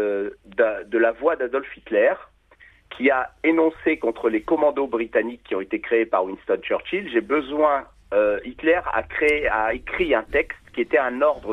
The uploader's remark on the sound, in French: accompagné au téléphone